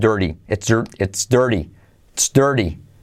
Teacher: La T se convierte en R suave